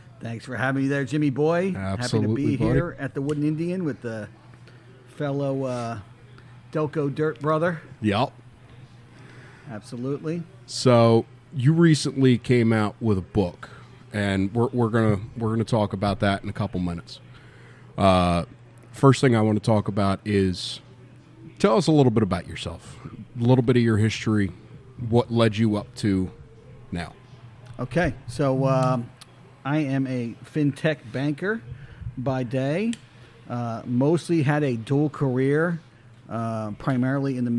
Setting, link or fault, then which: setting, busy venue